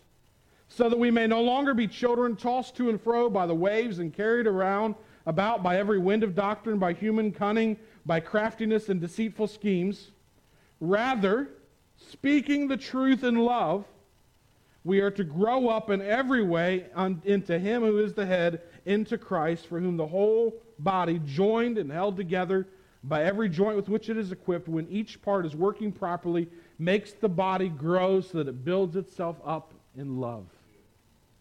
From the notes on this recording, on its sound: at the Tarrant Bible Methodist Church